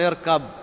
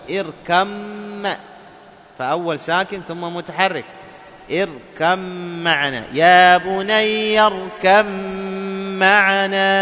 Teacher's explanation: لأنك أضغمت الباء في الميم فصار حرفا مشددا · Shown in: second take · Term: إضغام الباء في الميم